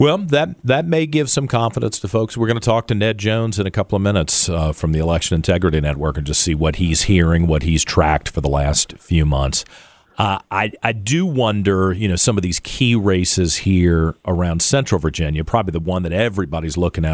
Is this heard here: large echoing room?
no